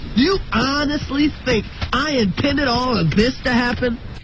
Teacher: 他把那个 honestly think 加强了重音上扬了语调